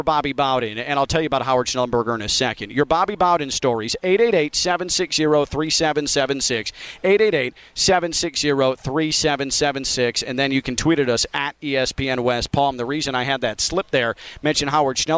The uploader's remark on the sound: Live from Big Ten Media Day at Lucas Oil Stadium in Indianapolis